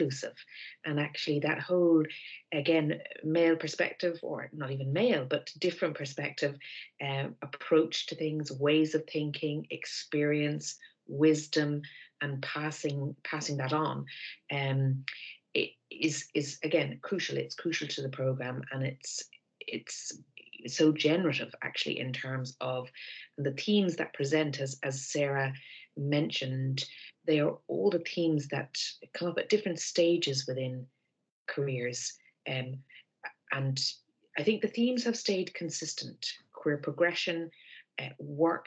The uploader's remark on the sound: over Zoom